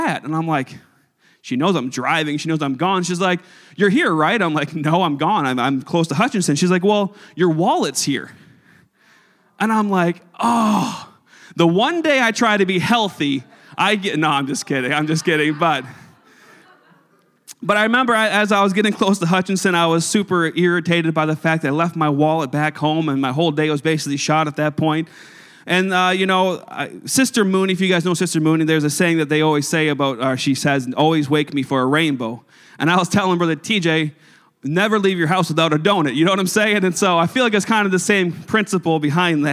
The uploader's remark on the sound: a service recording from Connect Point UPC